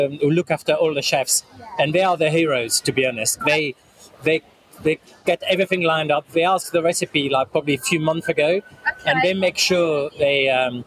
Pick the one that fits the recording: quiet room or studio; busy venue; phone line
busy venue